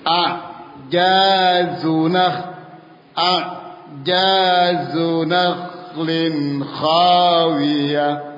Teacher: ja yang pertama itu ditahan, kemudian zainnya itu jangan ditahan